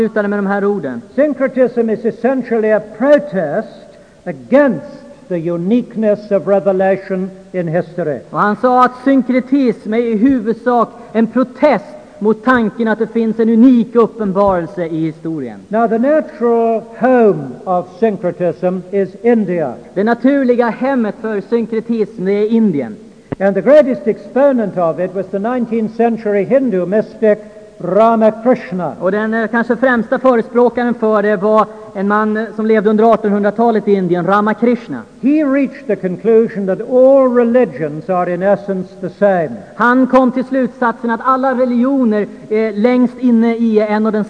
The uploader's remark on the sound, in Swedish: Inspelad i Saronkyrkan, Göteborg 1992-05-21.